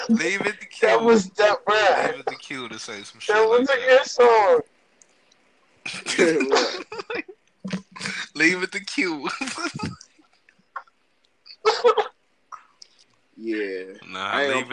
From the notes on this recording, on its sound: We recorded this episode via WiFi so the audio isn’t ideal.